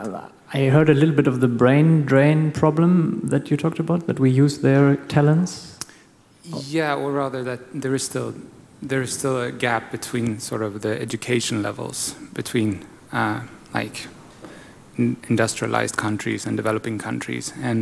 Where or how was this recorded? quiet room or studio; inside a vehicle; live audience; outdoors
live audience